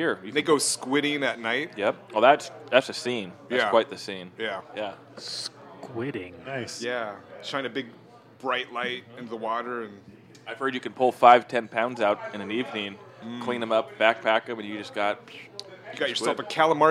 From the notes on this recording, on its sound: Little Red Hen in Greenlake. A bar known for line dancing and it's open mic nights. Recorded live at Sylvia's Little Red Hen on 8/18/2022.